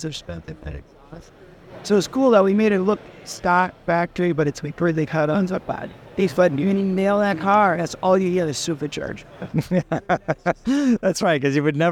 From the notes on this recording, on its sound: Ringbrothers live from SEMA 2023.